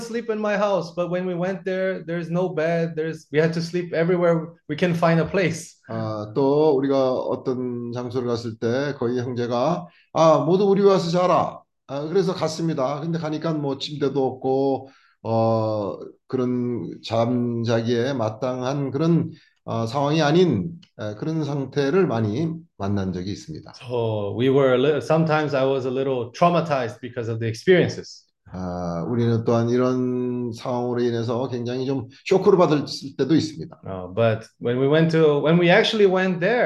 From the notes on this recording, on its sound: zoom meeting